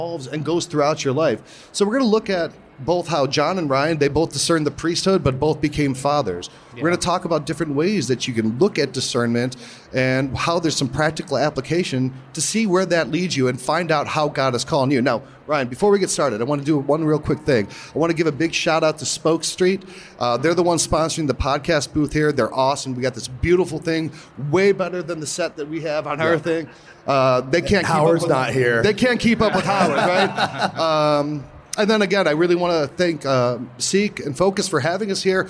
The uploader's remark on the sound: LIVE From SEEK 23. Recorded in front of a live audience.